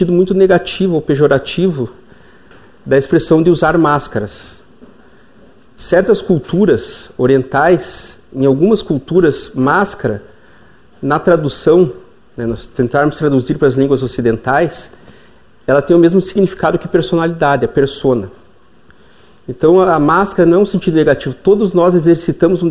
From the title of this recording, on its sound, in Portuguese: Palestra ao Público